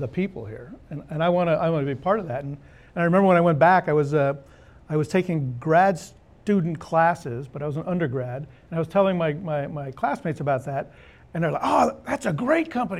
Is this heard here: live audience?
yes